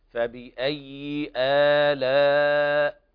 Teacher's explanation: يعني المد البدل أعطيه حركتين، آلاء فبأي آلاء، هذه الألف التي بعد الهمز مد بدل، فأغلب القراء على القصر حركتين، لكن يعني حذف المد نفسه هذا خطأ.